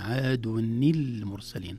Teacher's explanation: ولو التقى ساكنان عند العرب لابد أن يتصرفوا في الساكن الأول بالتحريك، وهنا التحريك كان بالكسر · Term: التحريك بالكسر